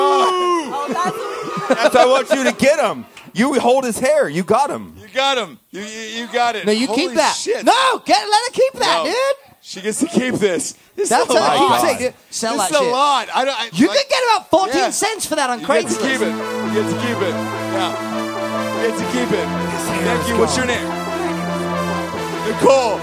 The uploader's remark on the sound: Live From The Drinkin' Bros Cruise Night #2!